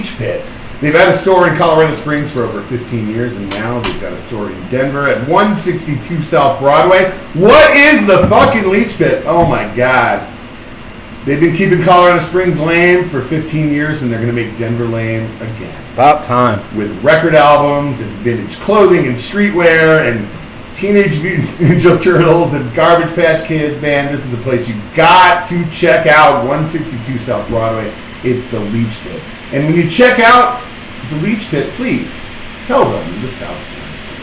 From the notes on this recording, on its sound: Apologize in advance for the audio problems.